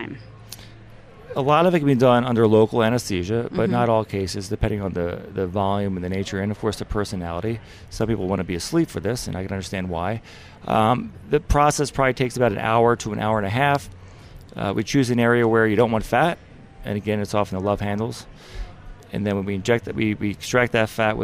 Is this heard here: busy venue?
yes